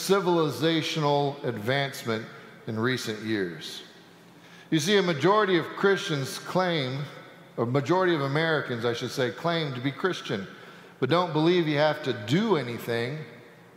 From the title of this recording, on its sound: Sanctuary Service